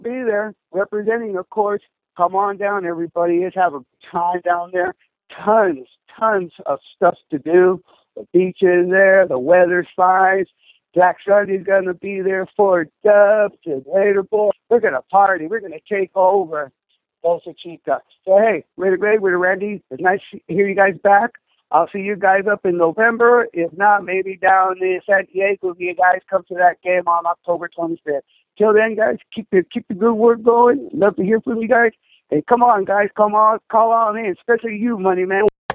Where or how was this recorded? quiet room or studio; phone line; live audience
phone line